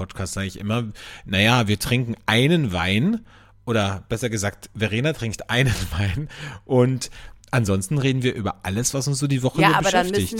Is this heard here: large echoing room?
no